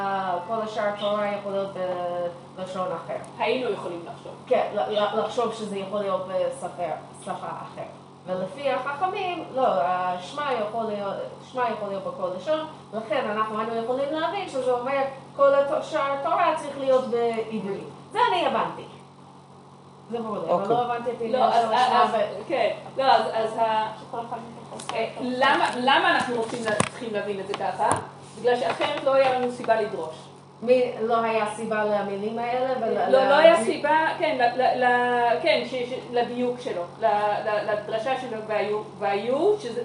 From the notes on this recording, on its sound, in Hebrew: השיעור הוקלט בחודש שבט ה'תשפ"ב בשיעור חי שניתן בישוב עלי לקבוצת הנשים שלומדת במסגרת תוכנית הבוקר של בית המדרש.